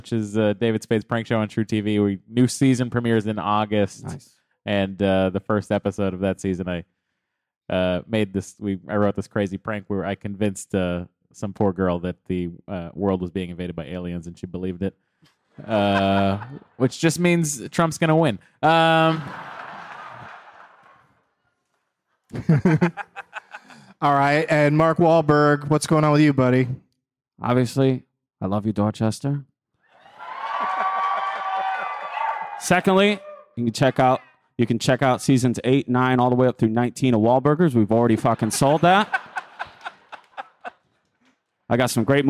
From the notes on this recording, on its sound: Live from the Wilbur Theatre in Boston